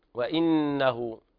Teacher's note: حرف أغن مشدد، تغن النون مقدار حركتين